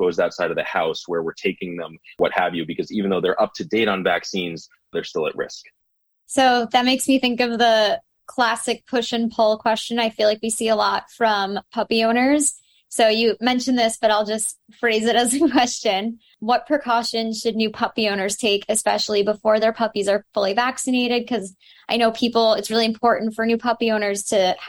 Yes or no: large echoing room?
no